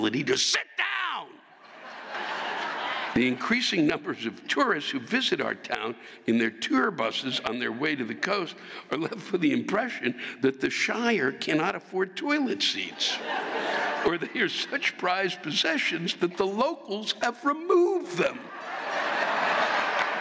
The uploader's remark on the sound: This week’s live rants come from the North Shore Center for the Performing Arts in Skokie, Illinois.